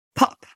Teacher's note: Pop is a great example, because it has the same phoneme at the beginning and at the end. But the P at the end does not have the same aspiration as it does when it appears at the beginning. In this case, these two sounds are called allophones.